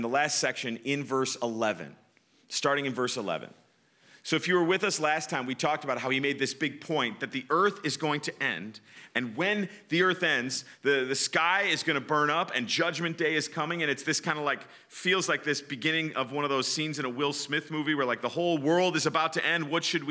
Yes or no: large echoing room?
yes